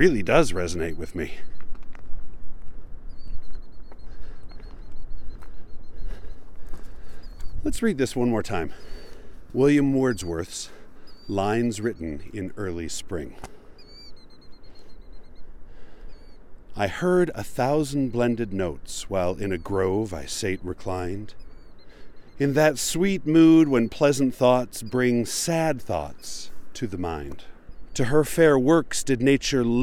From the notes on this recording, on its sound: Recorded by the shore of Utah Lake on a windy but pleasant day. My favorite part of this recording is the sounds of the killdeer, which I wish were louder, but of course every time I got close they decided to fly away.